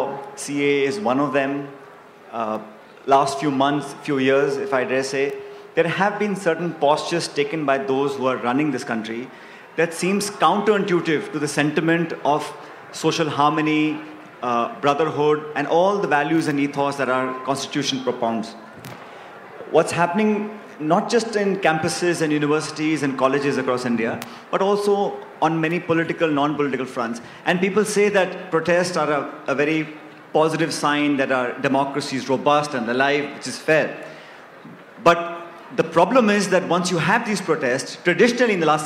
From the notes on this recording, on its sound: A live session from #JaipurLitFest2020.